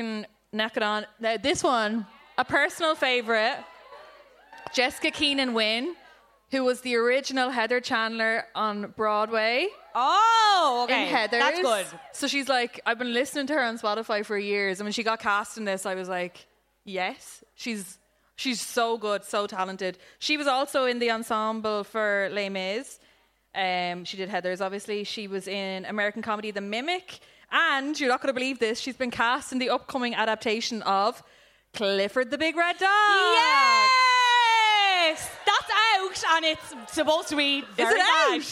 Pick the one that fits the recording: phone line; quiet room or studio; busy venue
busy venue